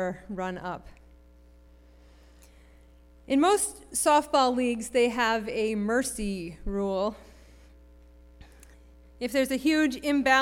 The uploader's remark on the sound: Sermon preached at RCHP on April 23, 2023.